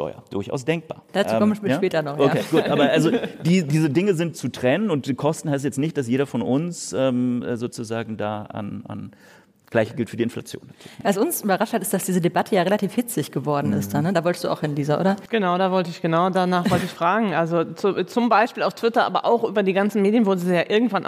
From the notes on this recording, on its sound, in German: In einer Livefolge des Wirtschaftspodcasts "Ist das eine Blase?", aufgenommen auf dem Podcastfestival von ZEIT ONLINE.